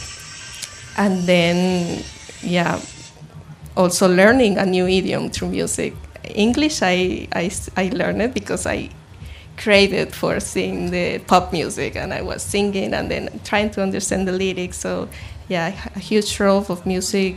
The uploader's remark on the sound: Live in the Garden Suite of the International Music Summit in Ibiza